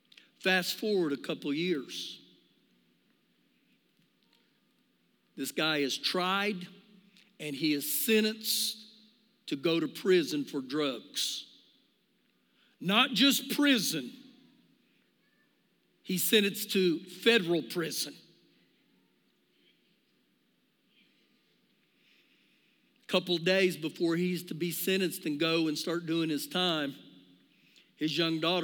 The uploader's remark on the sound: Recorded live during our Sunday morning service.